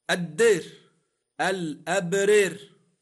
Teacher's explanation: لاحظ أن كلمة الدار نطقتها بالإمالة كما قال ممال